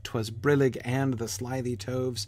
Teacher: I think brillig is clearly with the stress on the first syllable